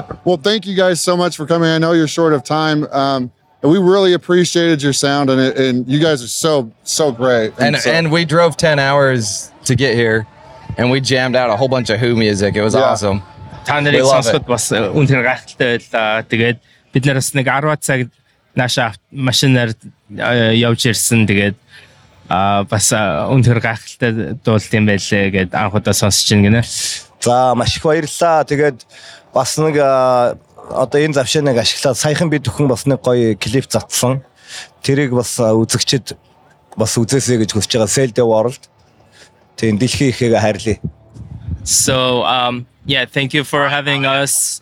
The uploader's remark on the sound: Live at Aftershock